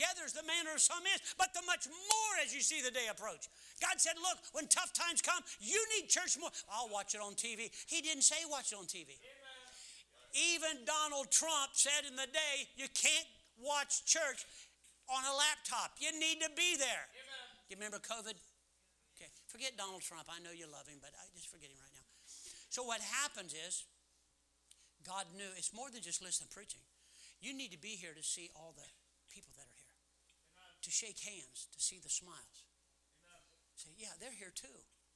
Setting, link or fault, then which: setting, large echoing room